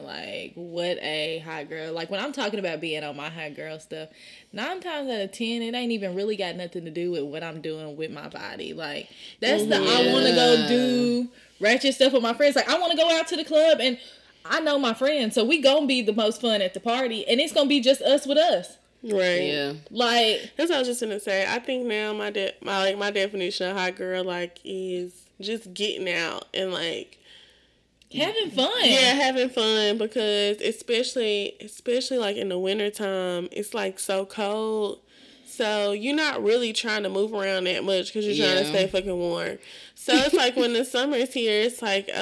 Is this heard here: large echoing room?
no